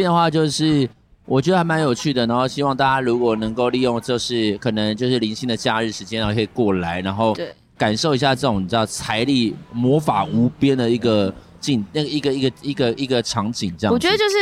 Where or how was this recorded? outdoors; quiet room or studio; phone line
outdoors